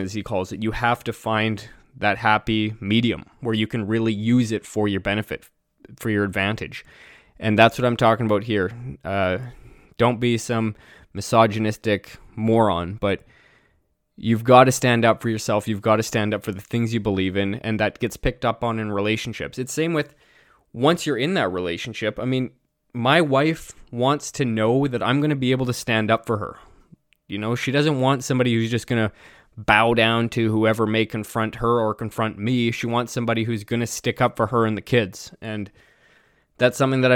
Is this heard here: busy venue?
no